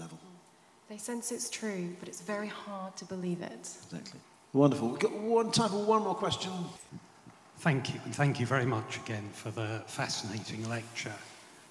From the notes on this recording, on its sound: This GodPod was recorded as part of a lecture. At St Mellitus College.